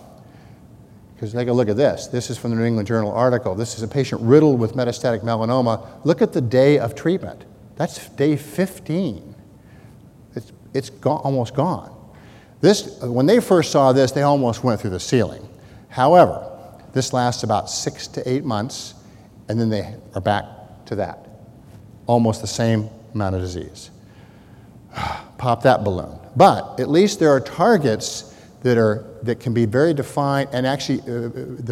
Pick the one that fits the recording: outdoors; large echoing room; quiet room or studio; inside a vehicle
large echoing room